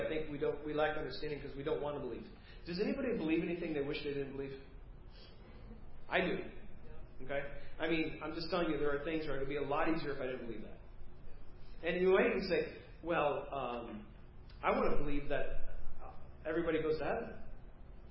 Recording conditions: large echoing room